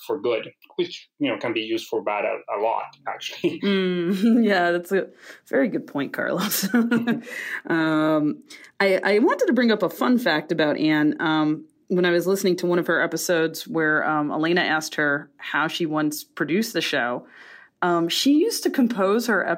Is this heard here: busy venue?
no